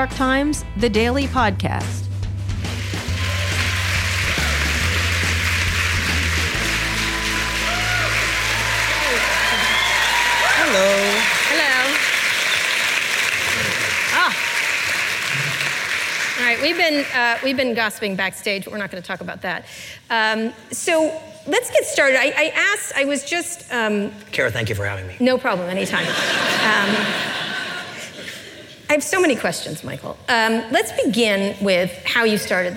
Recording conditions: live audience